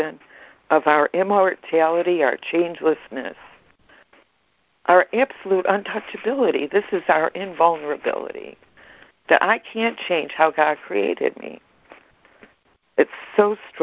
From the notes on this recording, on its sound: ACIM Daily Conference Call